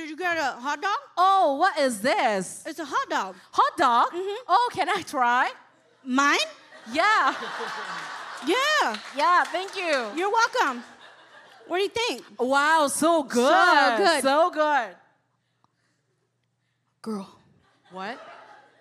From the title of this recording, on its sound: The Podcast LIVE! Snippets from Chicago!